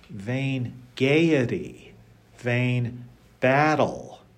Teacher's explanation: the first two veins are unstressed in the meter of the line